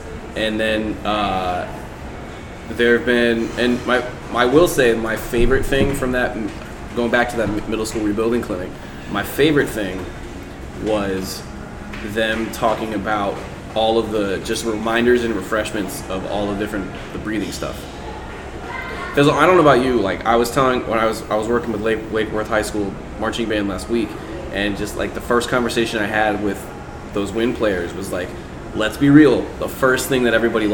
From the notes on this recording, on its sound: recorded live on location at the FBA summer conference 2021